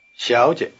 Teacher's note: The first syllable is 小 The second is 姐 The tones are rising neutral with the weak, short neutral tone in a medium pitch.